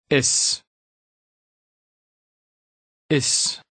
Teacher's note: The Dutch S has a hissing sound, as in the English word miss.